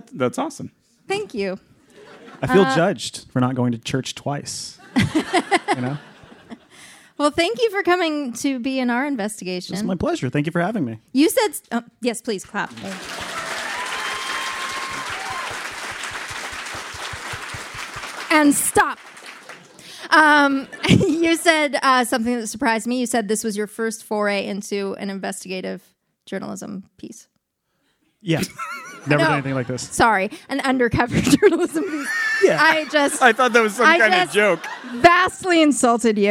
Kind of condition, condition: setting, live audience